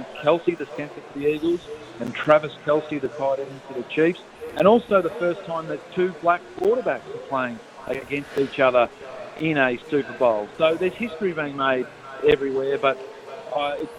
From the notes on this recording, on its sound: LIVE from the Sporting Globe in Logan